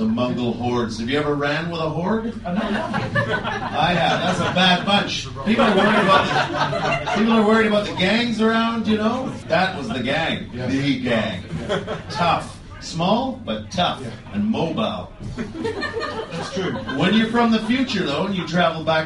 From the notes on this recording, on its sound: Bits of our live show mingle with returning guests and fresh blood